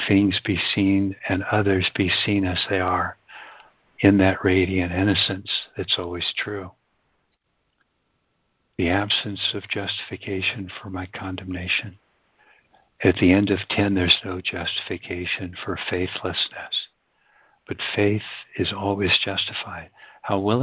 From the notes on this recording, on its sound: ACIM Daily Conference Call